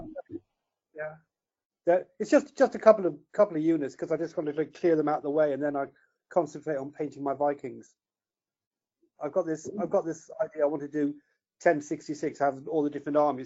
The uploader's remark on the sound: wrestle with audio quality across a variety of supposedly professional-grade audio conferencing apps